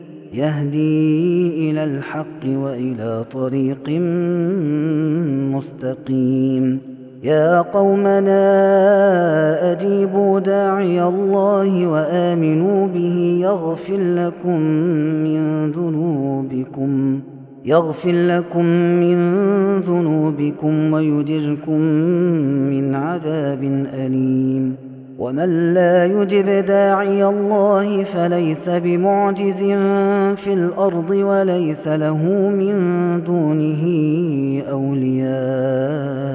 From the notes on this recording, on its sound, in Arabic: Ramadan 2021. هذا التسجيل من صلاة التراويح.